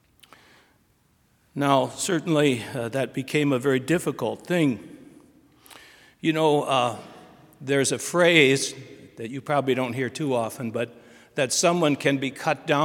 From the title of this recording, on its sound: Sermon from BLC Chapel